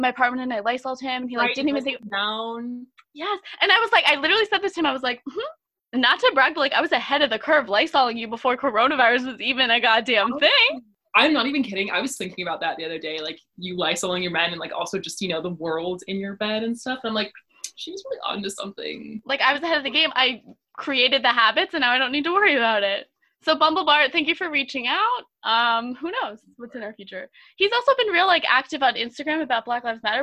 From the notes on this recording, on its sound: This time from the virtual Zoom studio.